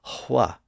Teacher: it was still common for people to pronounce an H sound before a W as hwa